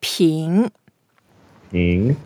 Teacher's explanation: Second tone, it goes up. So we go up a little bit.